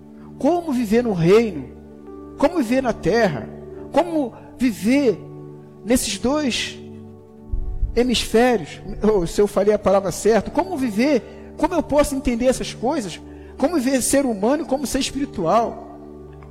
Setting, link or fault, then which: setting, large echoing room